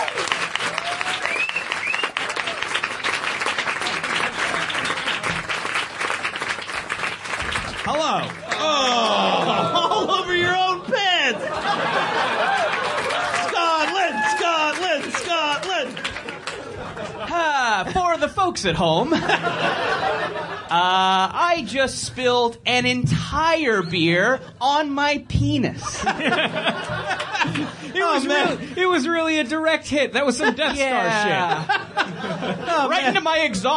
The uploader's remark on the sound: perform live at the Edinburgh Fringe Festival and in London, England at The Phoenix